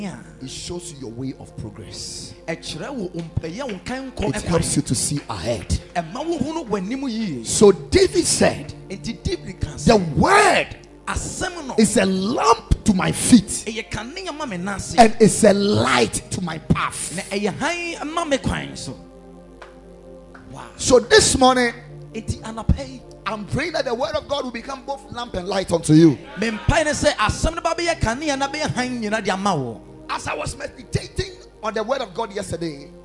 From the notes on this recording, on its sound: Preached at Ekklesia Chapel